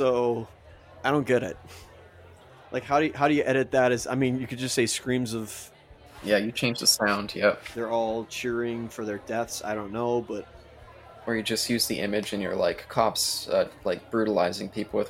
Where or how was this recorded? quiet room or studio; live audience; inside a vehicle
live audience